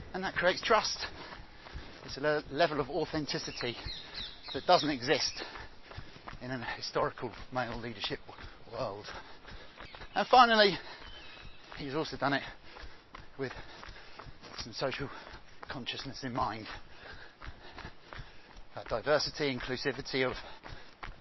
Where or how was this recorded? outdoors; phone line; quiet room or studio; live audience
outdoors